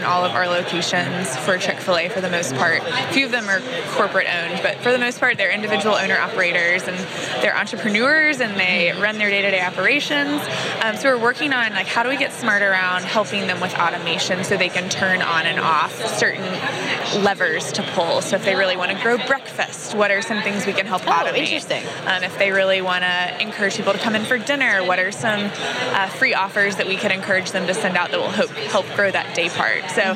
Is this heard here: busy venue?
yes